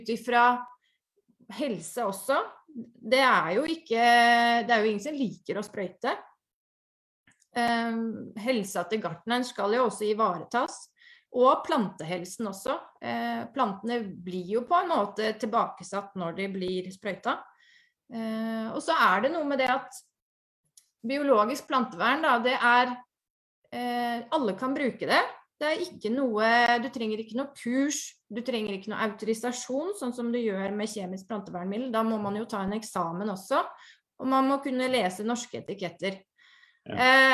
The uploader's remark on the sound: Live Zoom